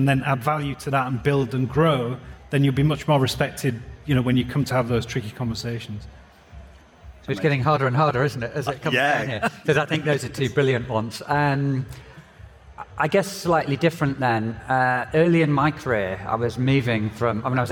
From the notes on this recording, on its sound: In a special live from MAD//Fest edition of Uncensored CMO. I also caught up with some people live on the floor at MAD//Fest.